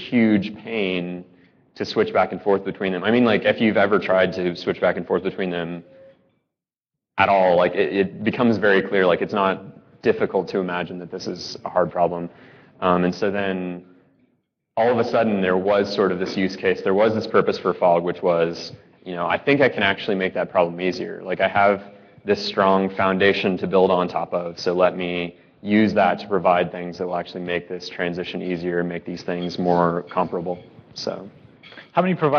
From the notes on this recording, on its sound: live from Red Dirt Ruby Conf.